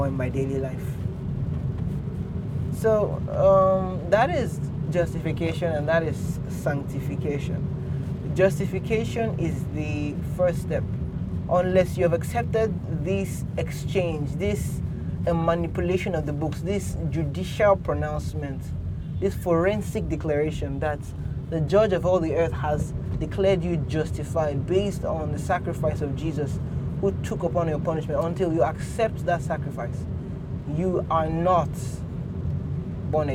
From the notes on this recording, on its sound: Today, we will be taking a drive to church (literally, I'm recording in the car).